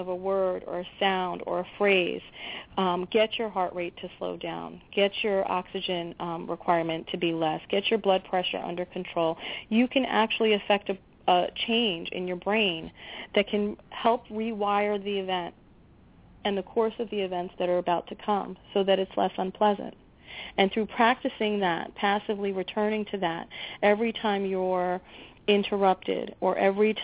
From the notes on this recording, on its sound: The Blogtalk Radio chatroom will be open as well as the phone lines the second part of the show.